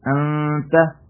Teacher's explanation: This noon has ikhfa. I did not read the noon completely. I did ikhfa on it.